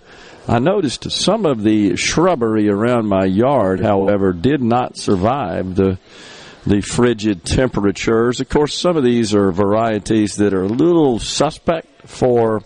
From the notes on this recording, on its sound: MidDays is LIVE from the Mississippi Trademart for MS Construction Education Foundation Skills Competition